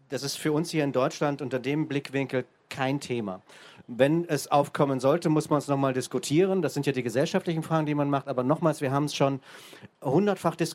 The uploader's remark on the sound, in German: Diese Aufzeichnung stammt vom 01.09.2018 auf der Hauptbühne beim Campfire-Festival in Düsseldorf.